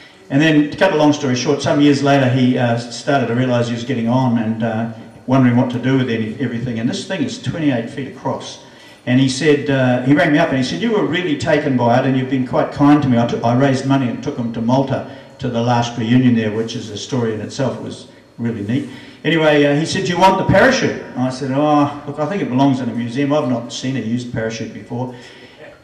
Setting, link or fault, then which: setting, busy venue